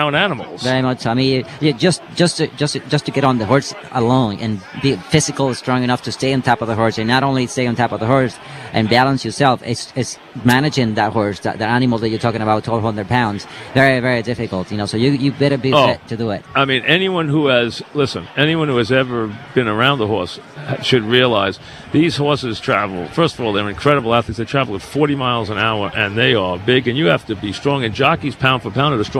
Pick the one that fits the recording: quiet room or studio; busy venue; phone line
busy venue